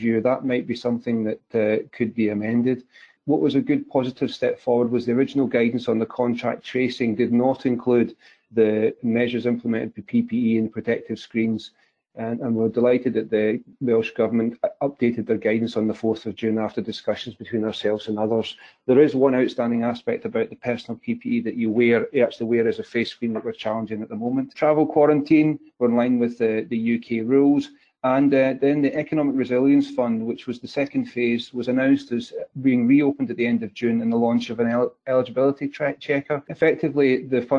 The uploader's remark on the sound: The audio is from the weekly FDF Covid19 webinar originally broadcast 11th June 2020